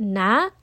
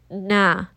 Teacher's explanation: So I'll say it na, now my nose is closed, na. So you can hear that it's very nasally, the sound is not coming out very clearly. · Shown in: second take